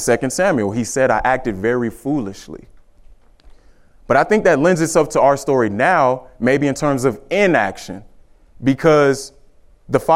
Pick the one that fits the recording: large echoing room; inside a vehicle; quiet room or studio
large echoing room